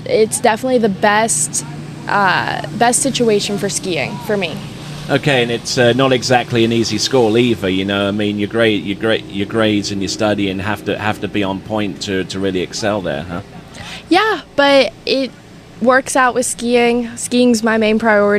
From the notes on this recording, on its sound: recorded at the Isles of Lake Hancock